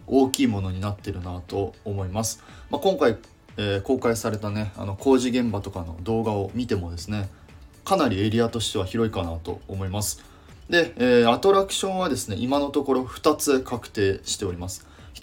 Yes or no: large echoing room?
no